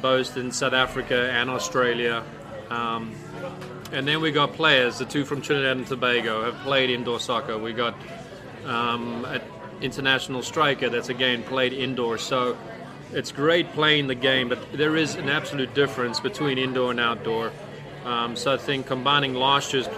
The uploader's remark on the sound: Live from Ivy Park Sports and Grill